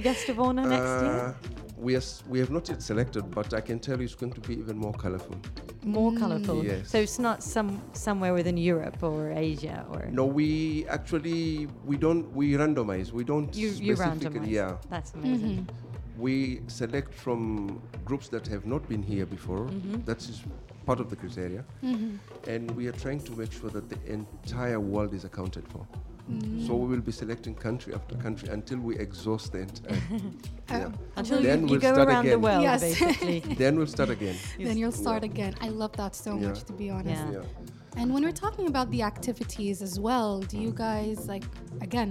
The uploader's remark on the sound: Live from SHD 2023. Sharjah Heritage Days.